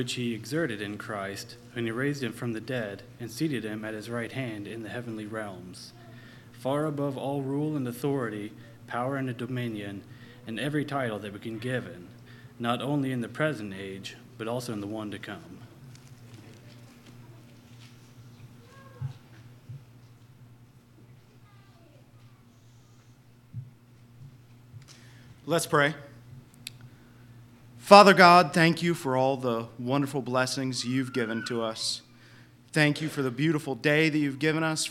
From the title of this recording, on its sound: LIVE Services at Sunshine